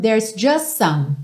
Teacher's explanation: Aqui acontece algo que frequentemente acontece, que é não ouvirmos o T do just, e aqui ainda mais porque aí a gente já junta o S do just com some